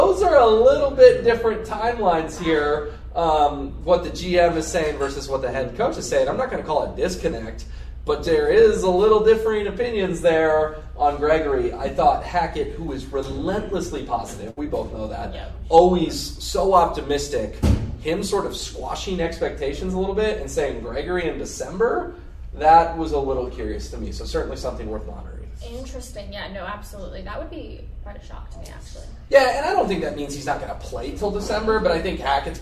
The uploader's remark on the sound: Live from UC Health Training Center as the Denver Broncos begin training camp!